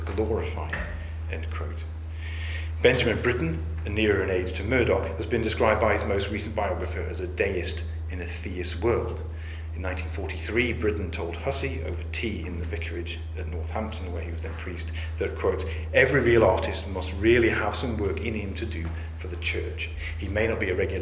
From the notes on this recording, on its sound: The audio recording of a public lecture given at the University of Chichester. As part of a study day at the Iris Murdoch Research Centre. To the audience for a very engaged and stimulating discussion afterwards.